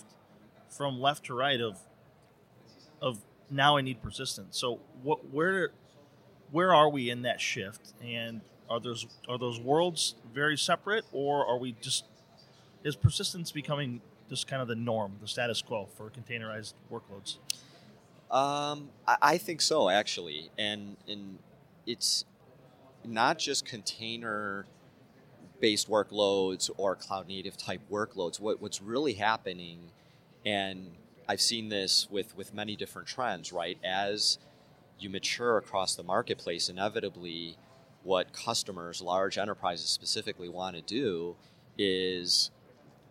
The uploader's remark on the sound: joins us live on The Hot Aisle during Day 3 of Dell EMC World 2017